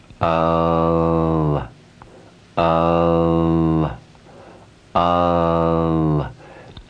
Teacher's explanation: The vowel sound at position 4, the simple vowel at position 4, is created in exactly the same way as R is at position 3. If you say A and slowly raise your tongue up in slight contact with the upper teeth, you get this sound.